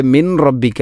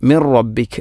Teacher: ഇനി മിൻ റബ്ബിക, ഇവിടെ മിൻ റബ്ബിക അല്ല, മിർ റബ്ബിക് എന്നാണ് പറയേണ്ടത്. സുക്കൂനുള്ള നൂനിന് ശേഷം റാ വന്നാൽ ഇദ്ഗാം ബിലാഗുന്ന, അവിടെ മണിക്കാതെ നൂനിനെ റായിലേക്ക് കൂട്ടിലയിപ്പിക്കണം · Shown in: second take